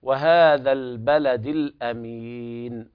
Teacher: كلمة البلد هنا لام قمرية أظهرت، ووضع العلماء عليها رأس الحاء بدون نقط دل ذلك على إظهار اللام عند الباء، وهذا البلد الأمين.